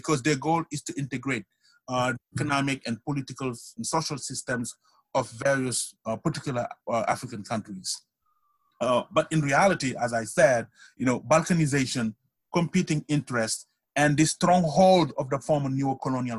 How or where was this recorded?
video call